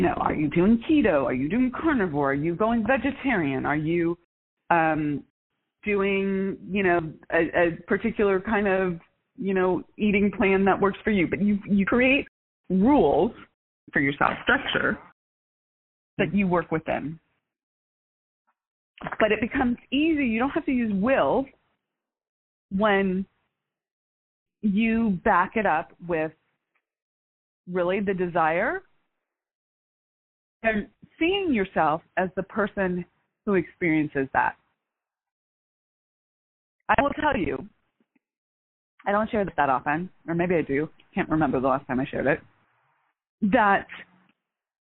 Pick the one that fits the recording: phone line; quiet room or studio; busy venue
phone line